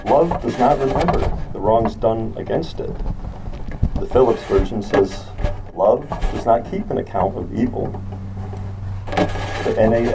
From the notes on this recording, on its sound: We apologize for the poor audio quality.